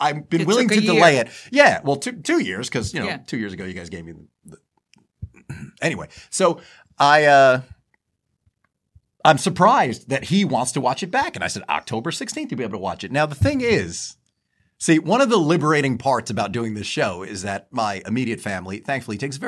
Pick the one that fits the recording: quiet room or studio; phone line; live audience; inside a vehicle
quiet room or studio